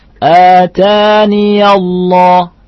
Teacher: Ini kalimat atania dalam keadaan wasal, dalam keadaan sambung huruf ya dibaca fathah